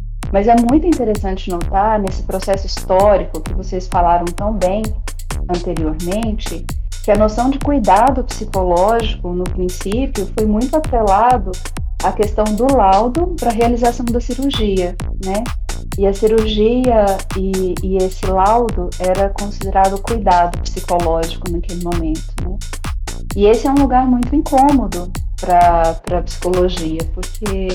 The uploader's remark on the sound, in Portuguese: Seguindo as normas de saúde e segurança atuais, cada pessoa participante desta conversa estava em suas respectivas casas e com as ferramentas de áudio disponíveis. Por conta disso, é comum que haja sons da cidade, barulhos corriqueiros e erros de conexão.